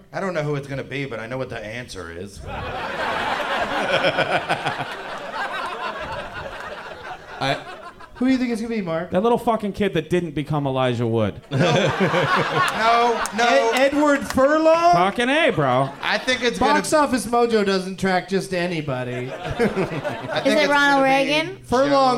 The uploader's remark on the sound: Live from the Punch Line in Sacramento. Closes out the "T8te Crazy Nights" tour.